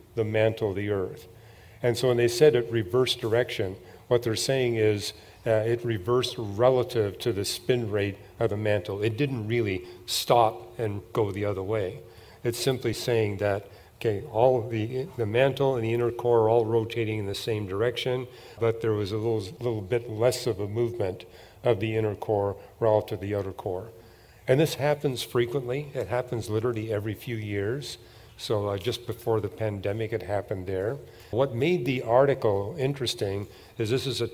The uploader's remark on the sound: These were just a few of the questions addressed at the Question and Answer time at the 2023 Evidence and Answers Conference.